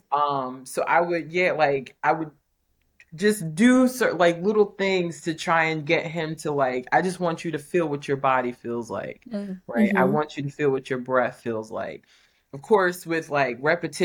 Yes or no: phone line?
no